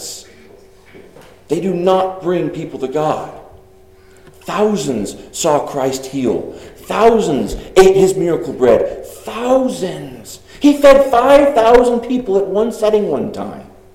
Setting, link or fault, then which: setting, large echoing room